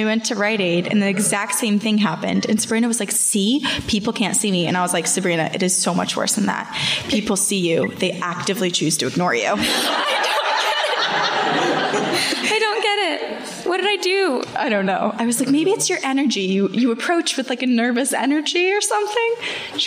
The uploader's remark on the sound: Live from New York